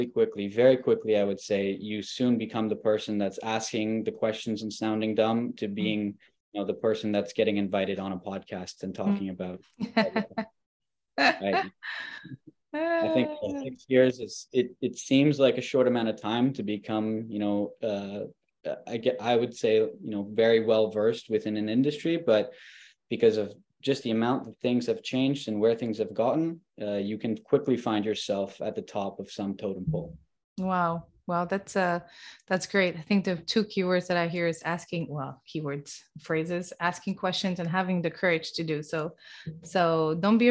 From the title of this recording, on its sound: Live From the Community Call